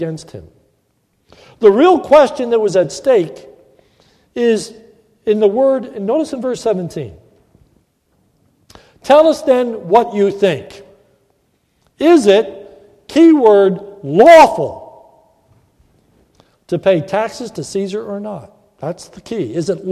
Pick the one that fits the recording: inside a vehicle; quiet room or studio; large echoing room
large echoing room